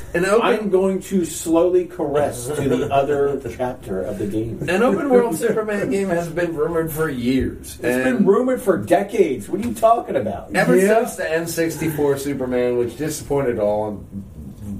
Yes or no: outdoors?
no